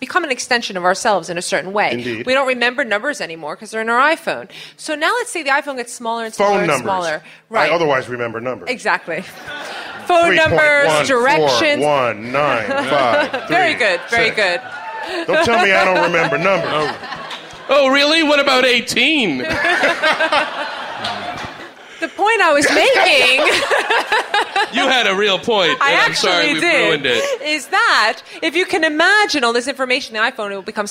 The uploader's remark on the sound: Live at the Bell House. Our live Bell House show.